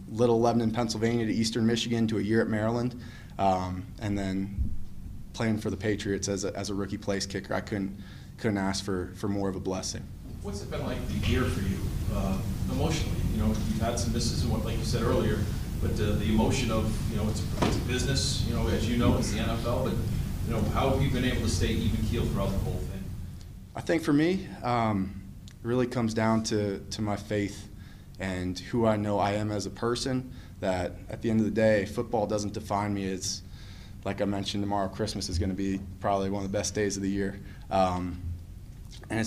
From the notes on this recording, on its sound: postgame press conference